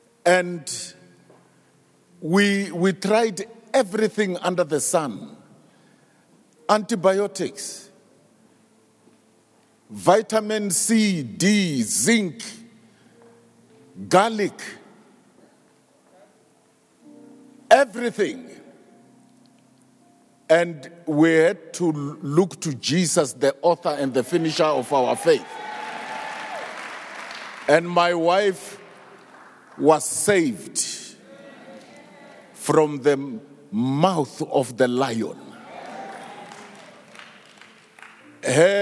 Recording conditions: live audience